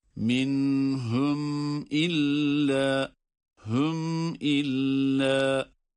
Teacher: cezimli mimden sonra hemze olduğu için yine izhar ile okuyoruz.